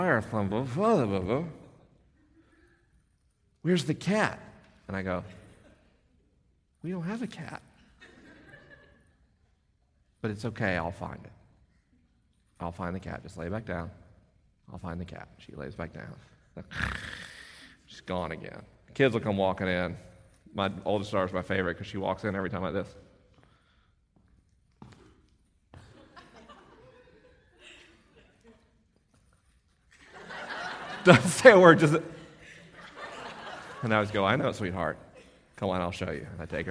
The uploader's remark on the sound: LIVE in Orange, CA. This episode was recorded at Chapman University in Orange, CA. The questions are unscreened and the answers are unrehearsed.